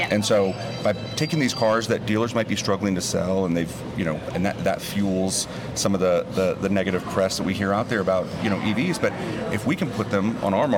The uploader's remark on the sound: We recorded on-site at the NADA (National Automobile Dealers Association) convention in (rainy!) Las Vegas.